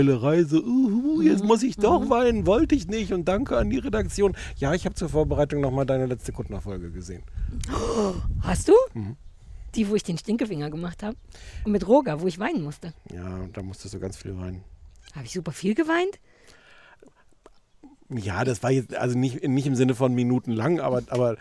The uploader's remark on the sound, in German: mit einer Open-Air-Folge